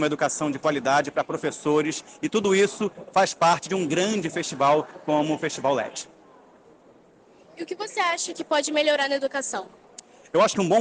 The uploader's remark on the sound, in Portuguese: Entrevistas realizadas no festival led 2023